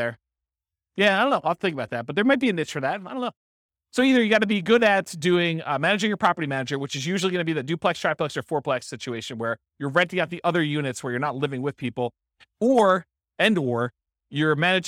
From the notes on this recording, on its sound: This was a live class recorded